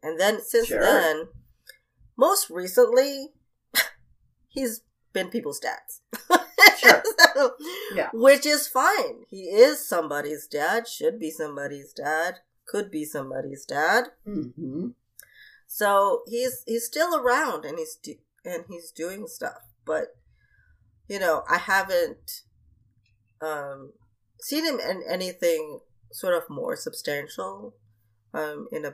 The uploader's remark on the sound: Events were really conspiring against our recording this holiday oppa-ganza. Please forgive the very dodgy audio!